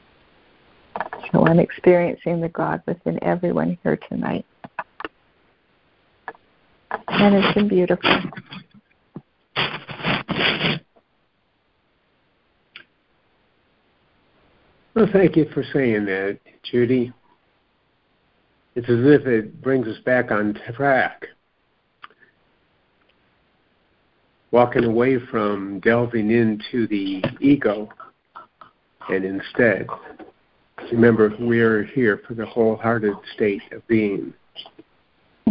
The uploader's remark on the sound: ACOL MAR 29, 2023 CONF CALL.